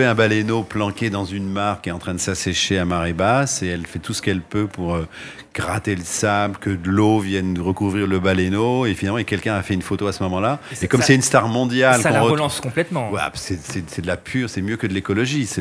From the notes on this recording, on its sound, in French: En direct du salon du livre dimanche 2 octobre 2022. Était sur les radios de la FRAMA en direct du salon du livre. Faites Lire 2022.